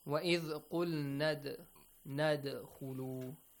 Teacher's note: dal has a sukun on the top. So it means you have to produce a bouncing, yes, sound, or kind of tickle it, okay?